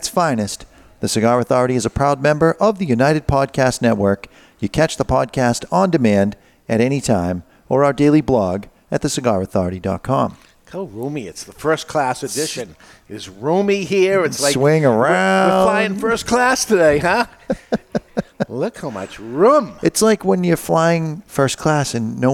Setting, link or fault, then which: setting, live audience